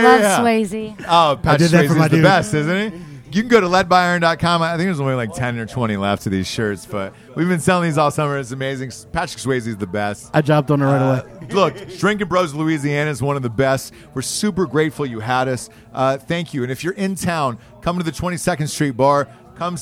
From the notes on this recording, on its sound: Live From Hurricane Barry! Live from the hurricane that almost was, Hurricane Barry. We're live from the dive bar 22nd Street Lounge.